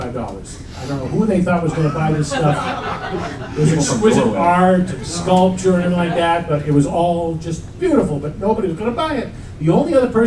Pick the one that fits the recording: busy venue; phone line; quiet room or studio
busy venue